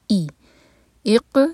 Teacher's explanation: قاف پر قلقلہ، را پر فتحہ تو را ہیوی